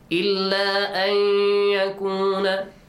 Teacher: You merge them, you join them. Good job. But also you pronounce a nasal sound. And extend it for two counts. · Term: idgham